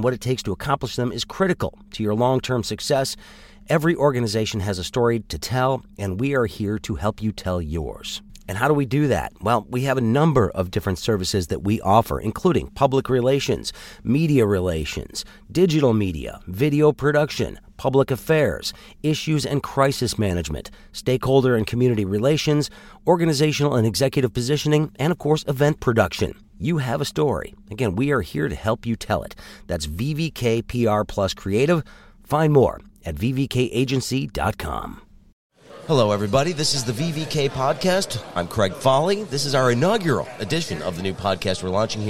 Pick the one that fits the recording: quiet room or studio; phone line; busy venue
busy venue